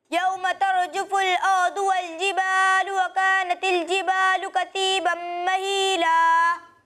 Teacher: یہاں آپ نے الف مدہ کو زیادہ کھینچا ہے، ٹھیک ہے؟ یہاں الف مدہ، اسے ایک الف کے برابر کھینچے، جیسا یہاں آپ نے کھینچا تھا، ٹھیک ہے؟